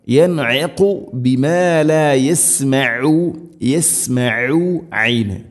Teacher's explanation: തൊണ്ടയുടെ മധ്യഭാഗം അയിന്, ഖാഫ് ചെറുനാക്കിൻ്റെ ഒരു ഭാഗവും.